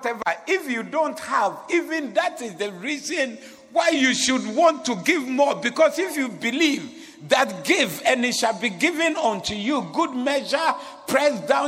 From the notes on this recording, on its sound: Preached at the Doxa Service